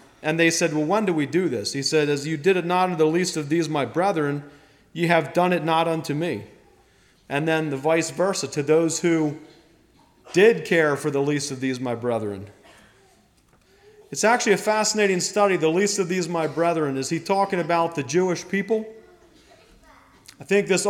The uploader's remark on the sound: Message preached at Millmont Mennonite Church on Sunday Evening May 7, 2023